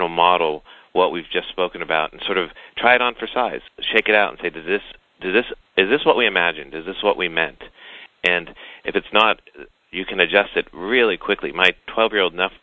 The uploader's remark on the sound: Call recorded on February 10, 2011.